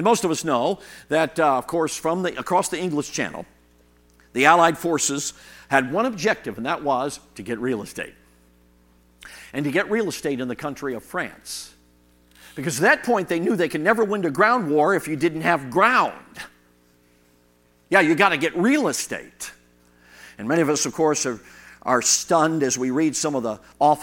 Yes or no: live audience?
yes